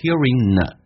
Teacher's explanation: g 去掉，用 n 跟 a 形成的连音叫 hearinga